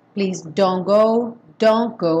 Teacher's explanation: O importante aqui é esquecer o T. Ao invés de falar don't go, mesmo estando correto, don't go, esse T está com som sequinho, oclusivo, porém não há espaço para ele na métrica da música.